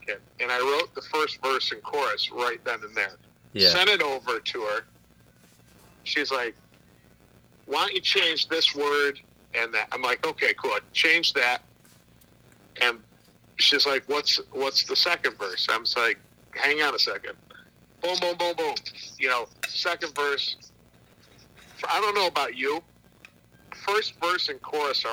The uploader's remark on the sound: burns the phone lines up to Buffalo, NY